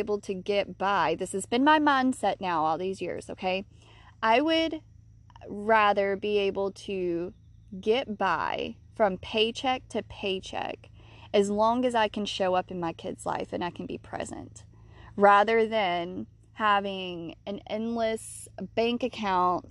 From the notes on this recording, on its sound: I recorded this episode on a whim while laying on my back deck under the sun.